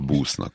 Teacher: Ő például a busz szót, ami sokszor előfordul a szöveg a Kresszel kapcsolatban, azt hosszúval, erősen hosszúval busznak mondja